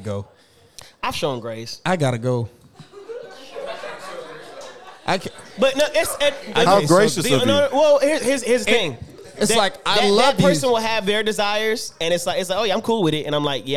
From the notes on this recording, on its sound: We hear from a few members of the live studio audience.